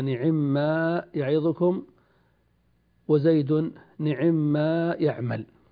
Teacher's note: إذا اتصلا بماء الموصولة كما في قوله إن الله نعما يعظكم به، هذا في نعمة فقط دون بئس، لأن نعمة فعل ينتهي بالميم وما يبتدئ بالميم، فيجوز أن تبقي الميمين على إظهارهما دون إدغام، فتقول نعمة ما يعظكم، وزيد نعمة ما يعمل، ويجوز أن تدغم الميمين في بعضهما فتقول إن الله نعمة يعظكم وزيد نعمة يعمل، وهذا الإدغام هو من باب التخفيف، لأن النطق بالحرفين حرفا واحدا مشددا أسهل من النطق بحرفين محققين ظاهرين دون إدغام.